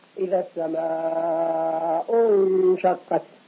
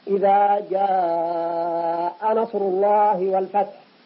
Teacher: أما إذا كانت في وسط الكلمة فلسيئت فقد تمد 5 حركات. فالقراء مجمعون متفقون على مده من 5 حركات إلى 6 لأنه متصل واجب · Term: المتصل الواجب